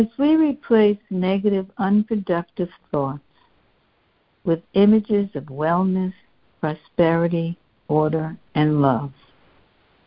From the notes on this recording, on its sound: are joining together on a Free Conference Call